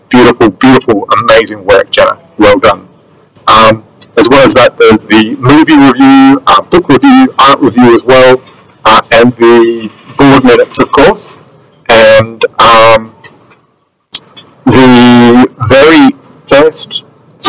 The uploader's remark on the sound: During the recording, there were significant audio issues that affected the quality of the interview. The production team has put in their best efforts to provide you with the best possible version of the interview.